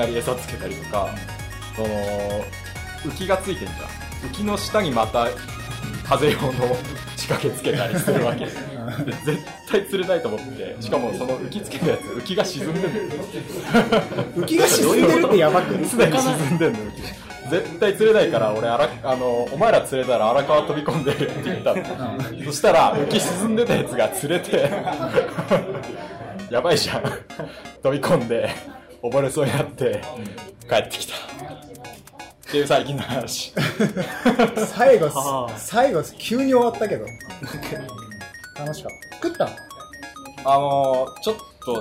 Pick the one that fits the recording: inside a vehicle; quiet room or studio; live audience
live audience